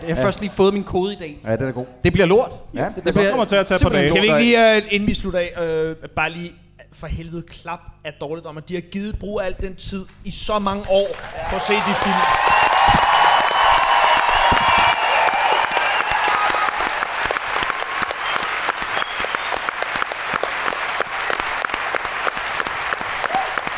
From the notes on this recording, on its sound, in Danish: Gik Dårligdommerne på scenen på Bremen Teater. Det var intet mindre end en fantastisk aften, og vi vil gerne takke alle jer der var der.